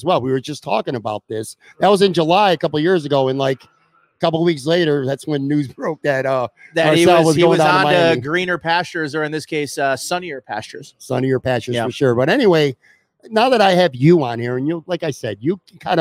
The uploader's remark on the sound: LIVE From Imperial Series. Shot live from Imperial Pizza in South Buffalo.